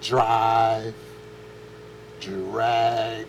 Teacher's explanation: when you add an R to a D, it becomes a J